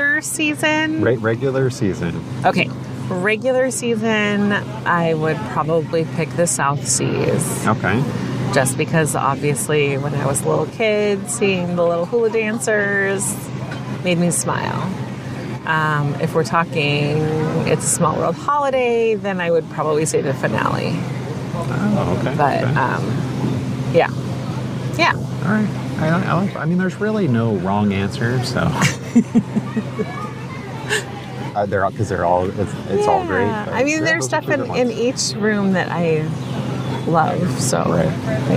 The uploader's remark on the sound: Live from Disneyland Park. At Cafe Orleans.